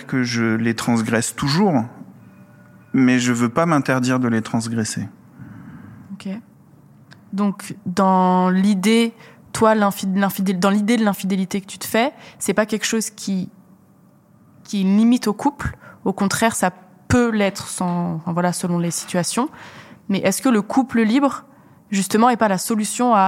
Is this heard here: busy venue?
yes